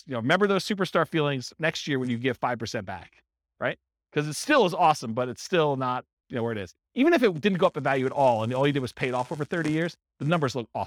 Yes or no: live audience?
yes